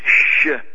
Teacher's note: That S-H, sh sound was not in the dialect or the language of the tribe that had attacked them. They would say just the long S, the S, shibboleth.